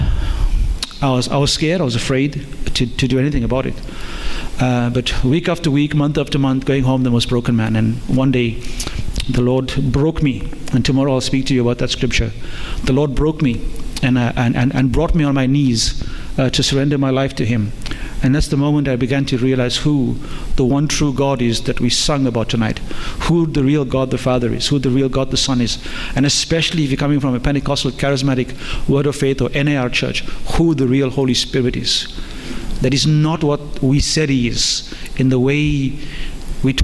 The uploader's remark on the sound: The opening session from the Hammer and Tulip conference - No Other Gospel.